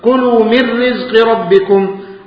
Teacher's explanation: أدغمت النون الساكنة في الراء. كلوا من رزق ربكم، أيضا لا يصح أن تقول من رزقي، من رزقي، لا، لا تقف على الراء، من رزقي مباشرة، كلوا من رزق ربكم. · Term: الإدغام بغير غنة